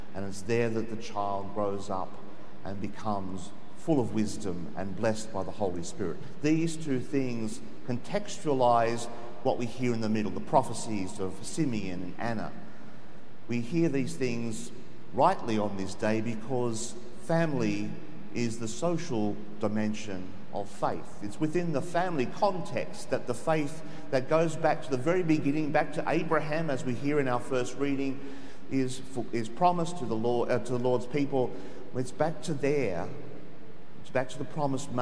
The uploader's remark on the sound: The homily from Sacred Heart Cathedral, Hamilton